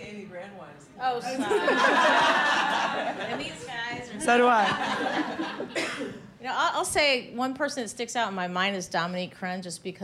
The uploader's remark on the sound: Recorded in front of a live audience at the Eaton Hotel—in conjunction with this month’s Women Who Travel meetup.